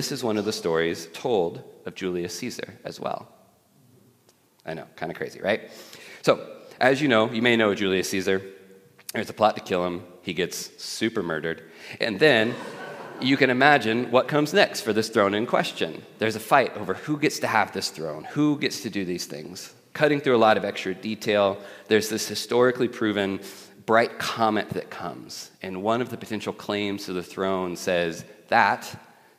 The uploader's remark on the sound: at The Table worship gathering on Sunday, May 21st 2023